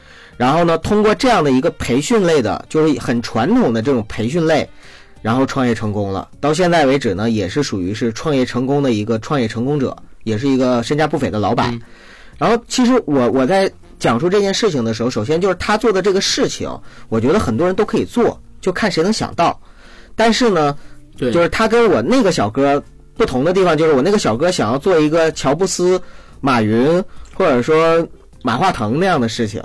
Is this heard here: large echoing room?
no